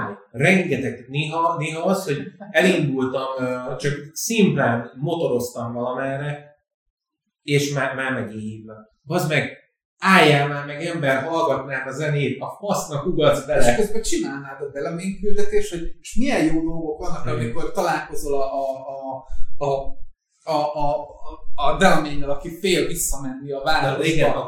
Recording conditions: poor sound quality